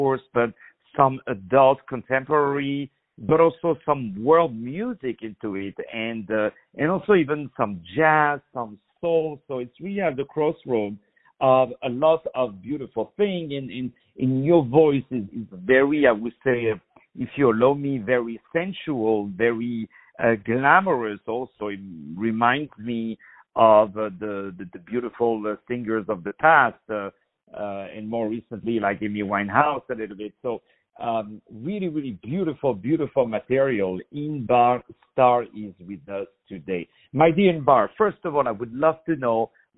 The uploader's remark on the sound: On the phone